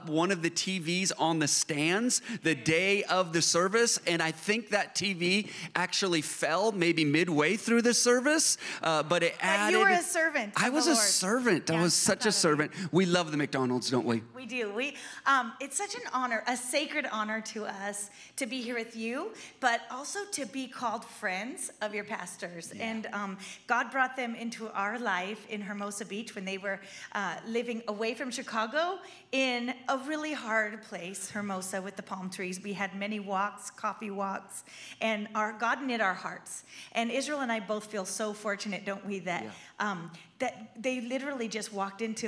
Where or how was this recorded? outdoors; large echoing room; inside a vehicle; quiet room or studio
large echoing room